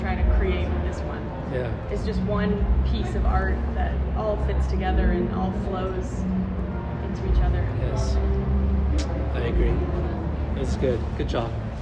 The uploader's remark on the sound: We spoke at Treefort Music Festival in Boise. We met outside of this hotel/lounge area at Treefort Music Fest in Boise.